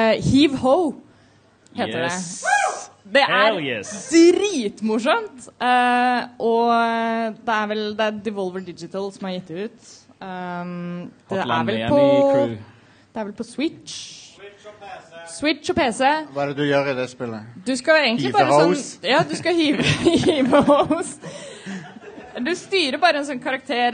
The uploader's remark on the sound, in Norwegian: Live fra Tiltcast 2.0 (fikset lyd). Live-episoden.